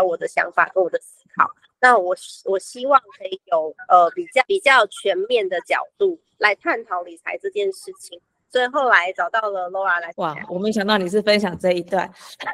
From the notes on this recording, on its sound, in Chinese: Live Talk 語音直播。現場直播回放，音質不好請包涵。